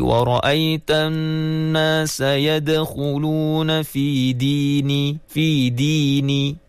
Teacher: penyebutan huruf dal di hujung lidah dan langit-langit atas